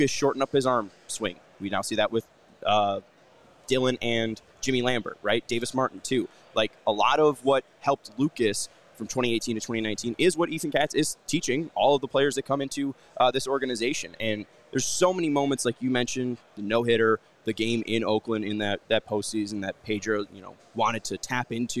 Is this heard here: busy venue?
yes